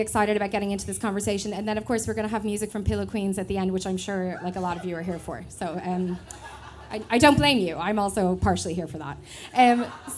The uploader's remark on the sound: the audio from a brilliant panel I hosted at All Together Now